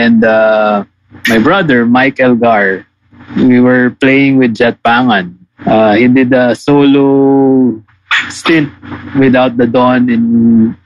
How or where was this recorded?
video call